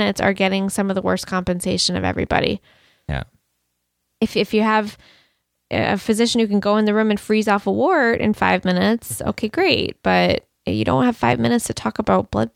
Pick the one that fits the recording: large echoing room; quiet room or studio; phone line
quiet room or studio